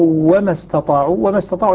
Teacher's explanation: وما استطاعوا لا خلاف بين القراء فيها في إظهار التاء